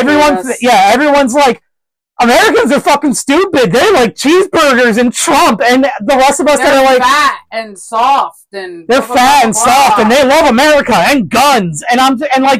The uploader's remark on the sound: We apologize for the audio quality, we are very loud individuals who aren’t used to using mics.